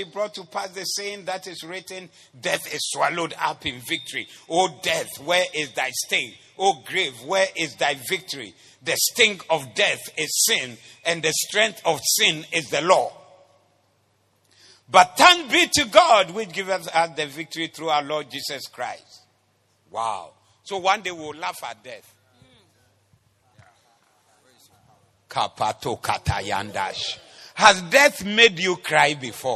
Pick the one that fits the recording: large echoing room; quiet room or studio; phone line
large echoing room